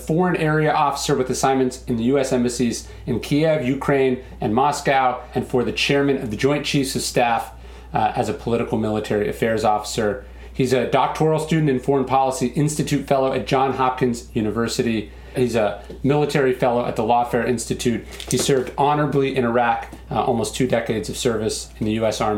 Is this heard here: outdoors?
no